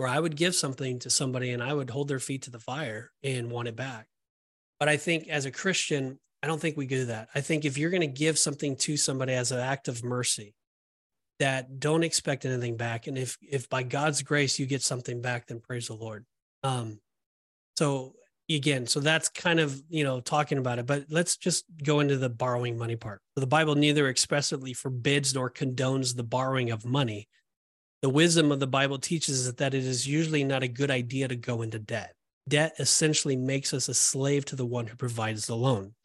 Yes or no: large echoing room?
no